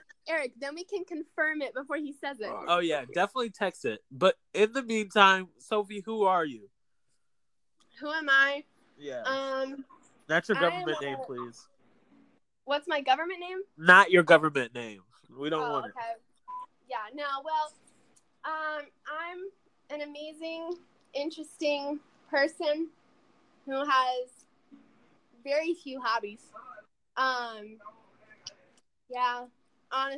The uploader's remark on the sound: we also apologize for the technical difficulty